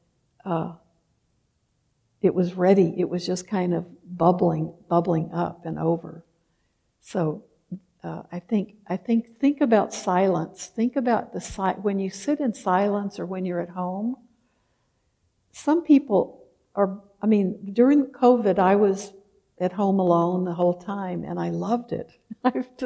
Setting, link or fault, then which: setting, large echoing room